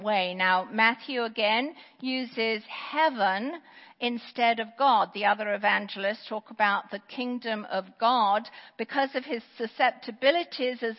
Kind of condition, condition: setting, large echoing room